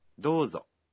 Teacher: в первом слоге гласное «о» долгое